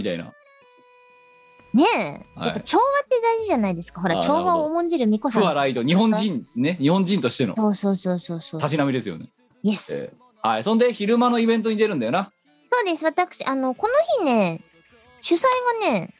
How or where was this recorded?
video call